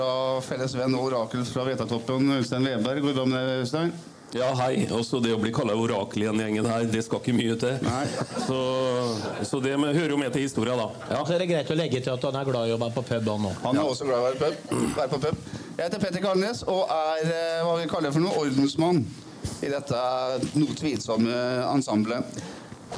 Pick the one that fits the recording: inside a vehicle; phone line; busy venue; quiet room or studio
busy venue